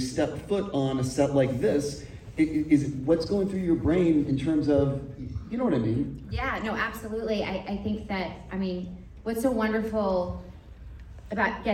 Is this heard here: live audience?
yes